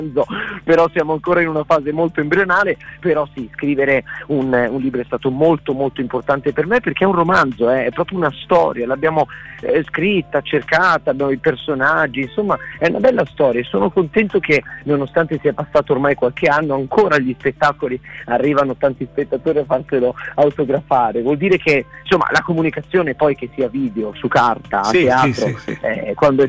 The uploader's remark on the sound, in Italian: INTERVISTA TELEFONICA